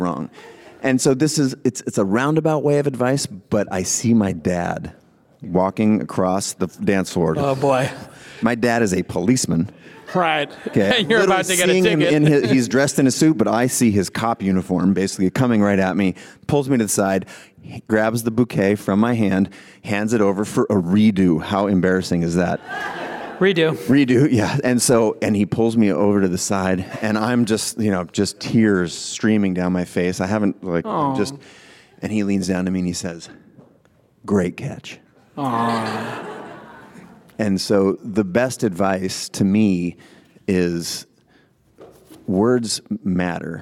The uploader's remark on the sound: Today we're going back to San Francisco. On stage during my tour stop for my book Creative Calling.